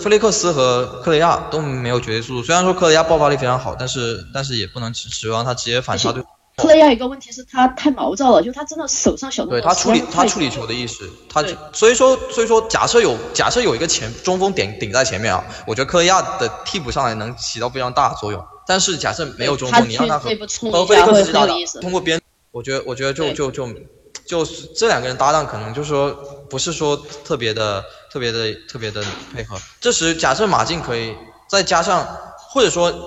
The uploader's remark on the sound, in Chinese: 本期节目遭受了一定损失，从临时文件中找回来时有音质损毁，烦请见谅。